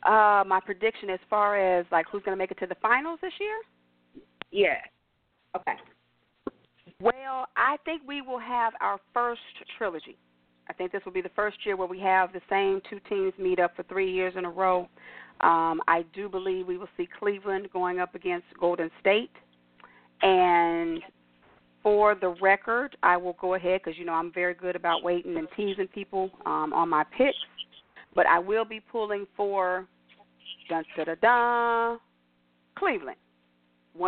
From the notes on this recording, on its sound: your phone calls